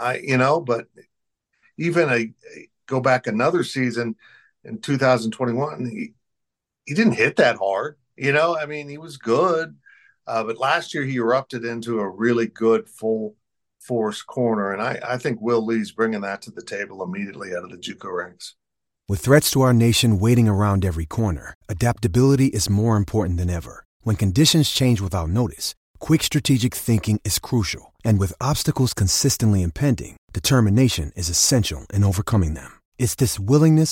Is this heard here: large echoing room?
no